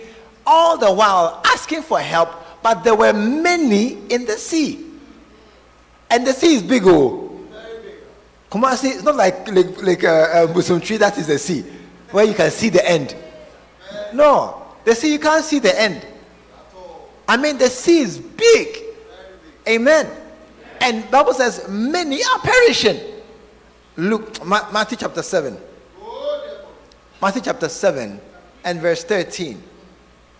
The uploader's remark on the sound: Preached At The Art Of Evangelism Conference